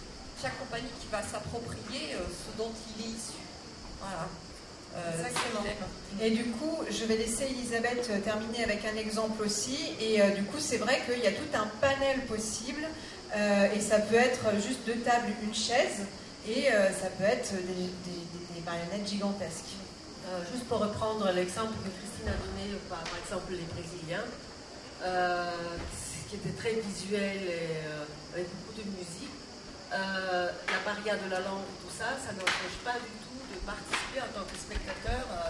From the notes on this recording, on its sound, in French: Ecoutez cet extrait d'une conférence trop longue en durée pour l'enregistrer en entier. Festival de Avignon 2022.